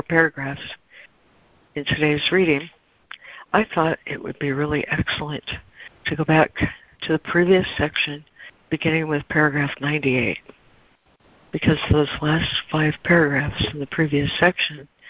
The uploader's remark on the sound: ACIM Daily Conference Call